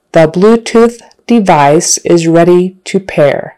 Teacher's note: So it should be said, the Bluetooth device is ready to pair. The with the tongue in between your teeth, it's a voice TH, the Bluetooth, and that ends with an unvoiced TH, so it's a soft one.